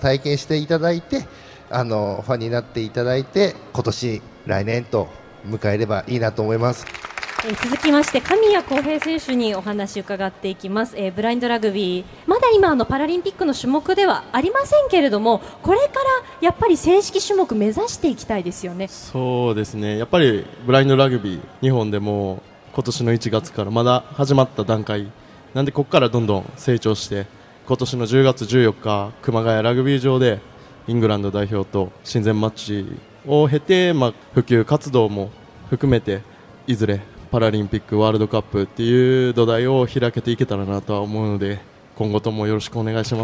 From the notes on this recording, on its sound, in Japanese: 東京・丸の内のマルキューブ 番組公開収録。